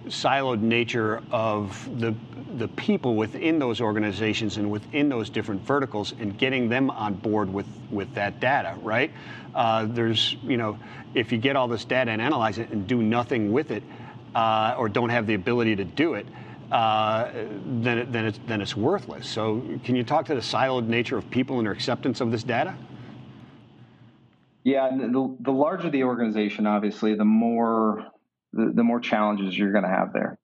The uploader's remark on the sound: LIVE from Global Trade Tech